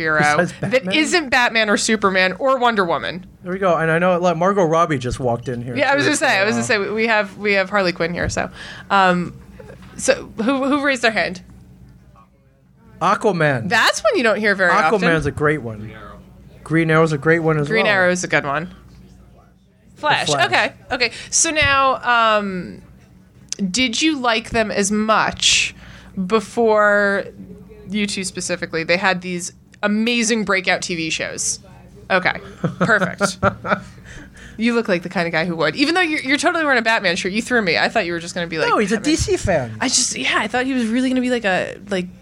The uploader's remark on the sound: DC Day at Barnes and Noble. To Barnes and Noble to podcast live for DC Comics Day.